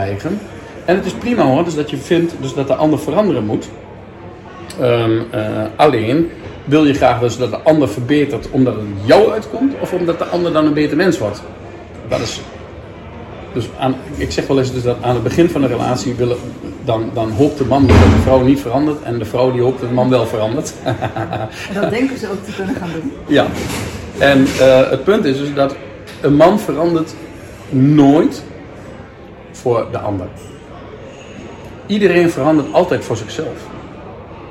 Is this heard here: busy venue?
yes